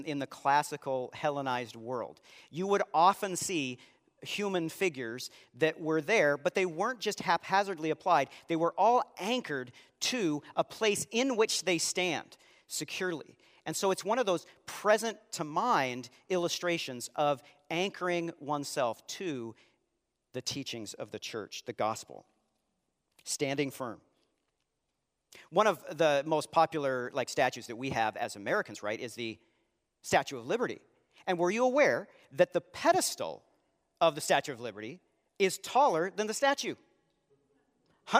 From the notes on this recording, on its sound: Live Sunday Worship.